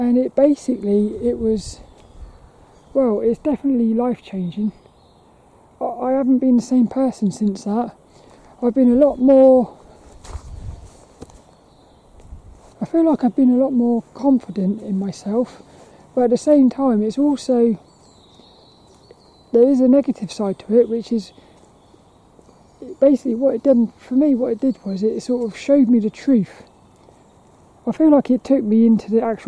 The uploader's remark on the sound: Hope you enjoy this lil walk and talk around Plymbridge Woods.